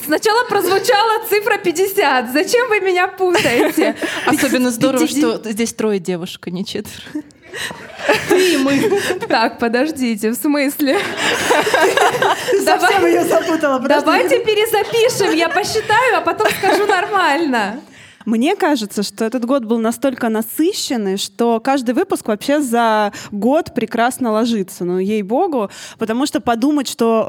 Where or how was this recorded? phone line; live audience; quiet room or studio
live audience